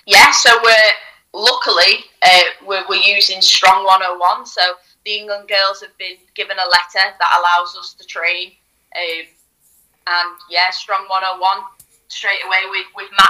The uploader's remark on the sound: On the phone